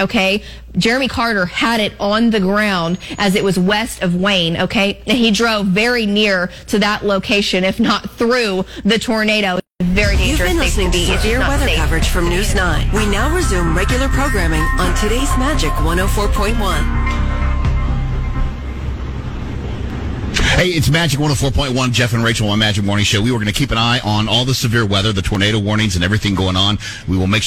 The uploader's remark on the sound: our show LIVE at Dunkin!